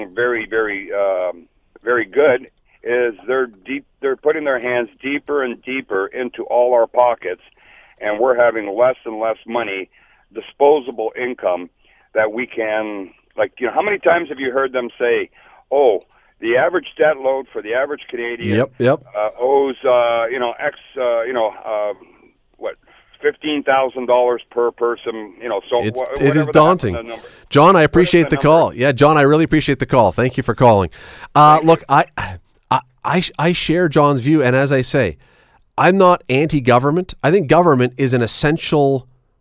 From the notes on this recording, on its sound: opens the phone lines and lets callers talk about whatever they want